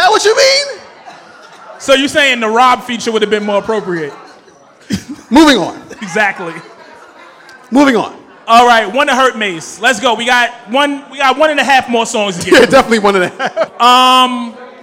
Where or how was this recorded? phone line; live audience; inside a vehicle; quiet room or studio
live audience